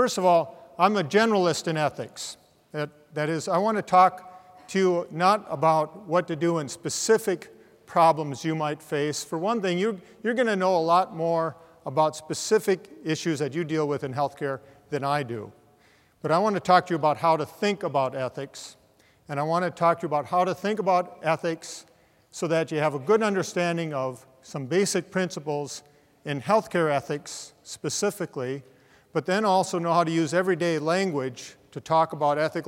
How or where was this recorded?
live audience